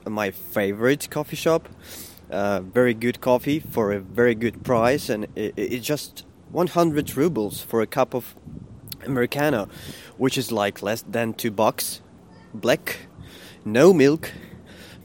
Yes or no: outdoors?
yes